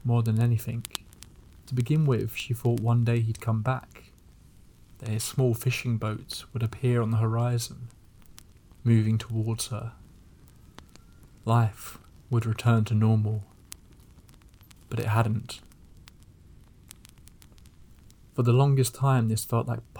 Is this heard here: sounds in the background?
yes